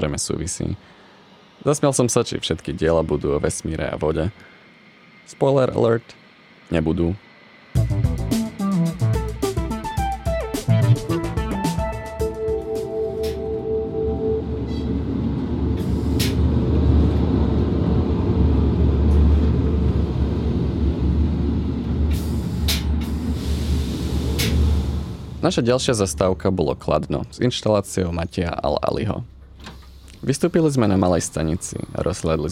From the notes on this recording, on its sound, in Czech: Do této letní výletové epizody se propisuje i to, co je s cestou vlaky spojené - čekání, specifické zvuky i potkávání cizích lidí.